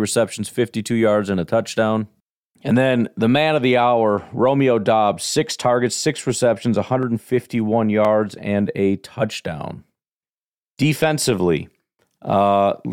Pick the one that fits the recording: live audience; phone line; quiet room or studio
quiet room or studio